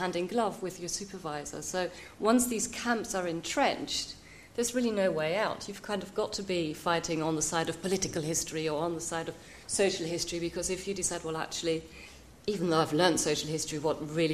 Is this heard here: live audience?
yes